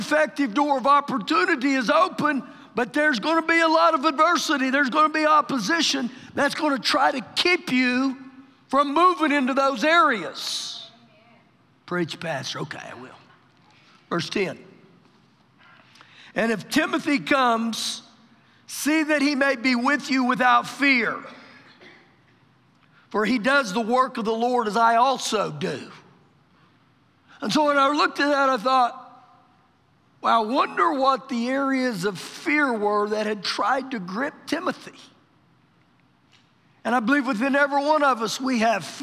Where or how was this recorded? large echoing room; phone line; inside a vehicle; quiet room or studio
large echoing room